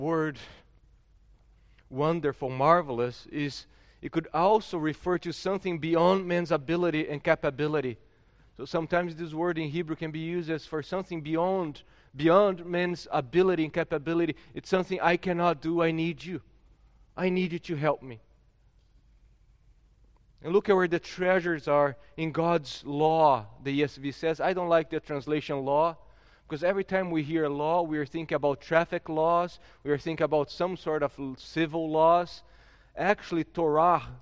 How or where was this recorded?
large echoing room